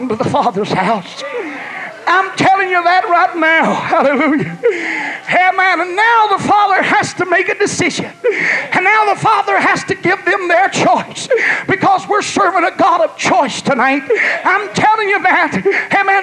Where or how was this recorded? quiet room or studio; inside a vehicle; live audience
live audience